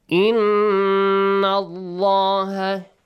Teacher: The letter noon is mushaddad. Make sure you pronounce a nasal sound and also an extension